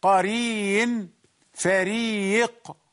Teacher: the راء is accompanied by كسرة We pronounce it thin